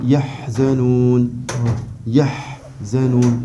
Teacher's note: le ha fait partie des lettres où le souffle sort donc on le prolonge